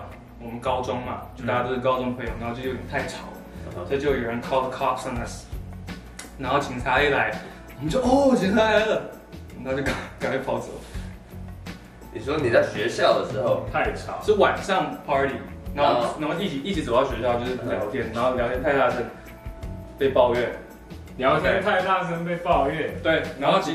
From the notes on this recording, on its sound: 先為本集的音質道歉，我們已經在研究購買專業的麥克風!! We apologize for the poor audio quality, we will look into professional microphones.